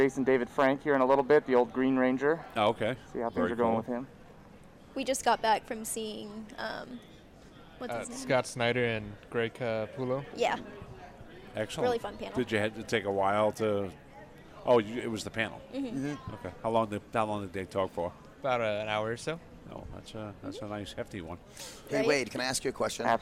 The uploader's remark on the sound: Finding Your Frequency Live from Phoenix Comic Fest 2018.